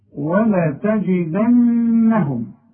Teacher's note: خد بالك من النون اللي عليها الشده لازم تغني، وخد بالك من الجيم لازم تعطش